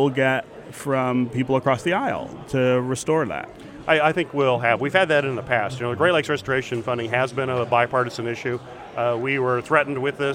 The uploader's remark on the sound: from the Mackinac Policy Conference